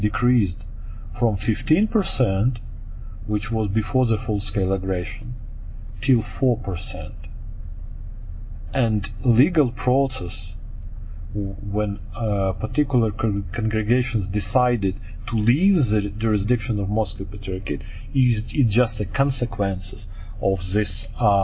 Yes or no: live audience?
no